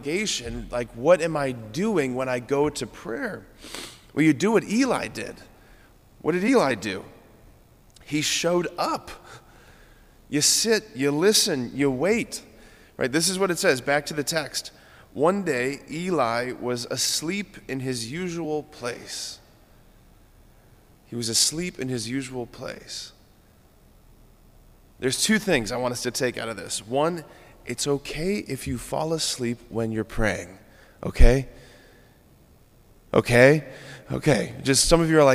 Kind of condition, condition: setting, large echoing room